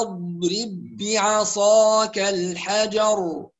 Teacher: الضاد فيها رخاوة وفيها استطالة فلا تحتاج إلى القلقلة